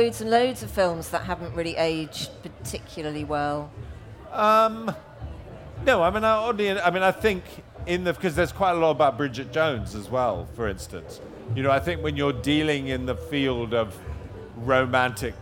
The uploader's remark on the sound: Live from Latitude Festival